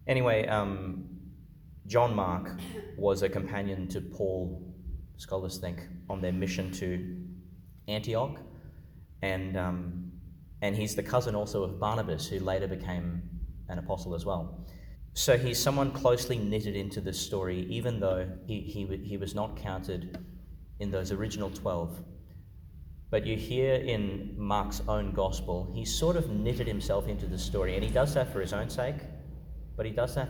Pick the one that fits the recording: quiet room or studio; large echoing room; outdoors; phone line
large echoing room